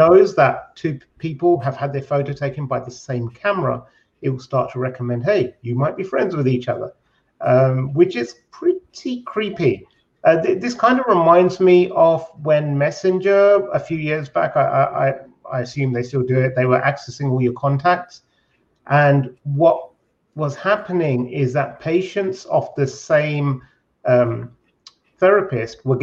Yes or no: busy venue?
no